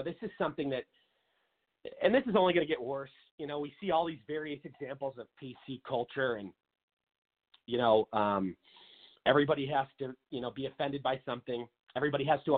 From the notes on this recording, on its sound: calls